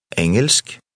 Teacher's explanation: Note how the middle of the word engelsk is pronounced. The faint G sound almost disappears.